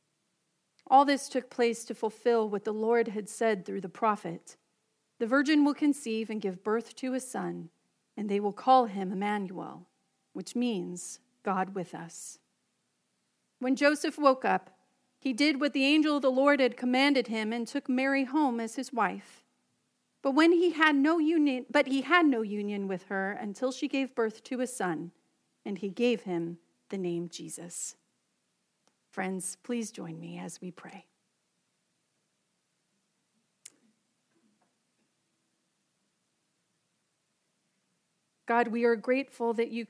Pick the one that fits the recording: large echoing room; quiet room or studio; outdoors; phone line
large echoing room